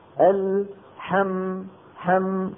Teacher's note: الميم حرف من حروف البينية وفيها جريان ضئيل